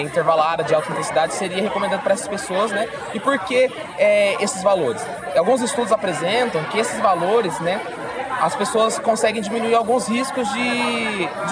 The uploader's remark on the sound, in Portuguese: Nós da UFPR fomos até Londrina para apresentar os projetos de extensão da universidade. Foram gravadas algumas entrevistas dos stands.